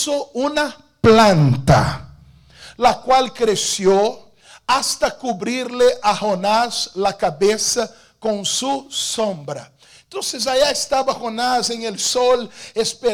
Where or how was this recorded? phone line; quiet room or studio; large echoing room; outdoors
large echoing room